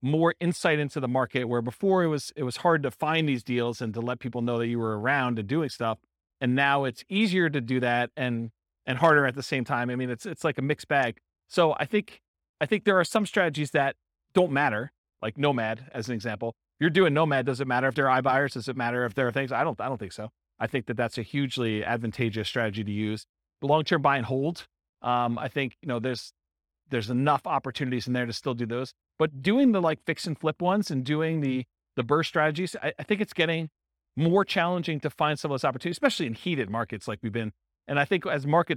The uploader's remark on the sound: Real estate entrepreneurs in Brandon, Florida. This was a live class recorded. The live in-person version.